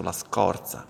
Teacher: la O è aperta, in questo caso la scorza